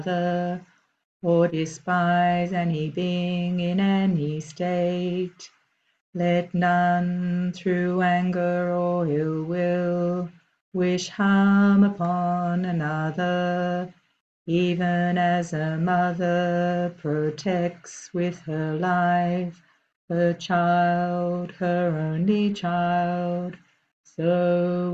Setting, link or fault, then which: link, video call